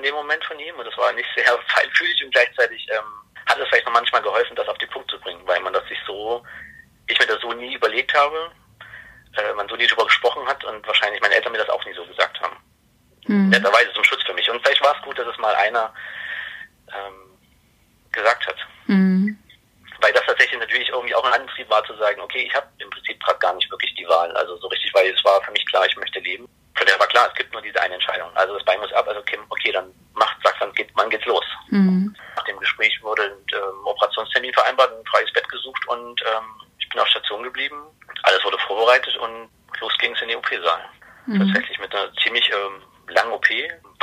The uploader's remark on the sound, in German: Das Interview ist als Telefongespräch aufgezeichnet.